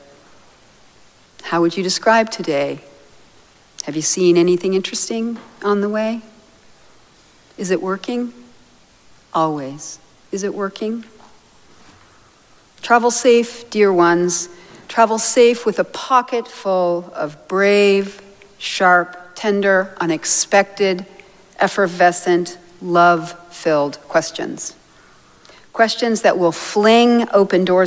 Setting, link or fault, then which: setting, large echoing room